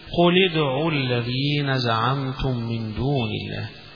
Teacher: قل ادعوا بكسر اللام هنا قراءة عاصم وقراءة حمزة وقراءة يعقوب